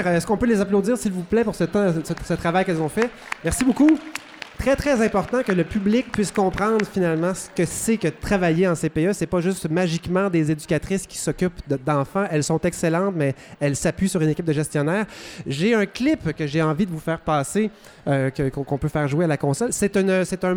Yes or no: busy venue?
yes